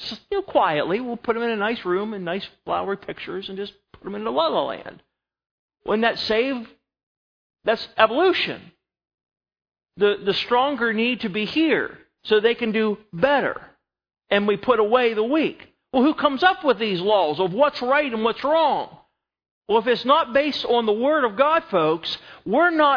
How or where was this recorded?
large echoing room